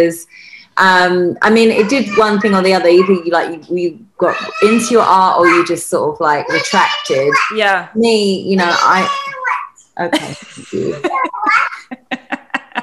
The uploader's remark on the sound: Joins us from her home in White Rock, BC, Canada. As you'll hear the lovely sounds of her wee babe throughout our chat!